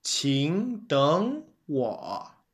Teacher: In this sentence, all three characters are third tone. And so 3-3-3 should be pronounced as 2-2-3. · Term: tone sandy